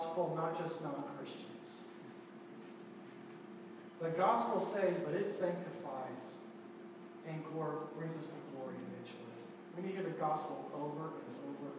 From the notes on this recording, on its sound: We apologize for the sound quality. First time in this new building and we experienced some technical difficulties.